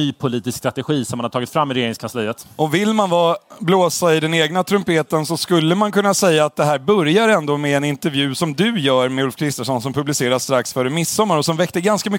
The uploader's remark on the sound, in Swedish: live från Almedalsveckan i Visby